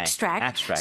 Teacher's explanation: As a noun, extract, stress on the first syllable